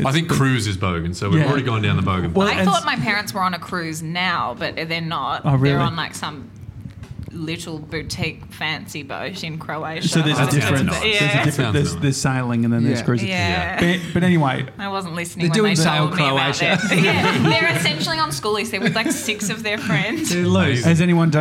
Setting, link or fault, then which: setting, busy venue